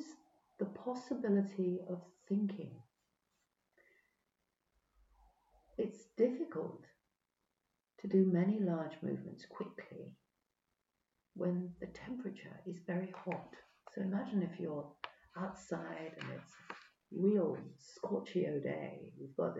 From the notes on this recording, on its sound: Sorry but the quality of the recording isn't so good, the yeti microphone may not have been picked up by audacity, typical tech issues !